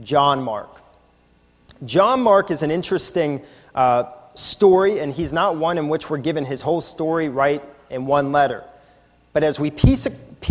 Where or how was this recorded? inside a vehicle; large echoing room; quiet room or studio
large echoing room